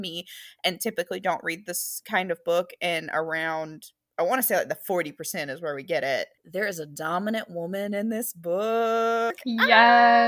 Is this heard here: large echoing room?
no